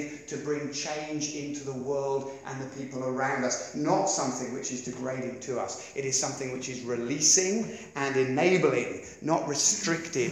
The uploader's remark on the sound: Preached 30th Oct 2016 at Beacon Church